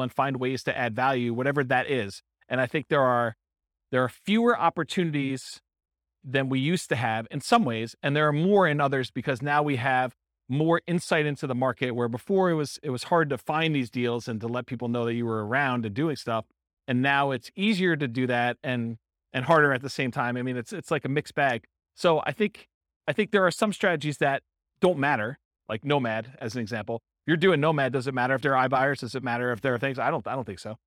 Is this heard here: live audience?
yes